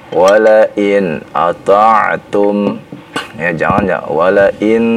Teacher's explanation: Nah, ketika nun bertemu ketika sukun nunnya bertemu dengan hamzah, itu dibaca dengan izhar namanya, Pak, Artinya bacaan izhar itu jelas, jangan ada suara yang panjang nunnya